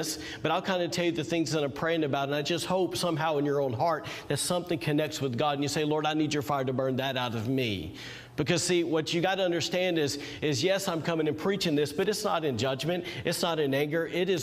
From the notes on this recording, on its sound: was recorded on Sunday, February 21st, 2021, during service at The Anchor Church in Rockport, Maine